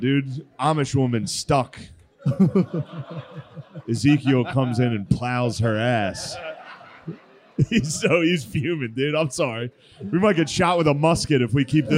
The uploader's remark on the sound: LIVE from Magooby's. LIVE from the joke house.